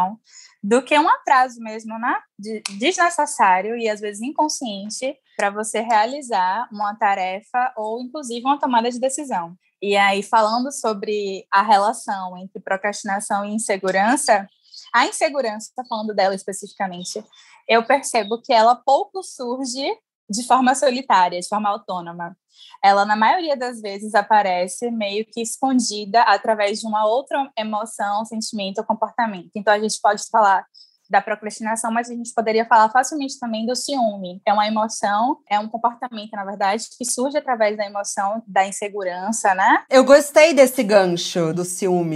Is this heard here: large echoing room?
no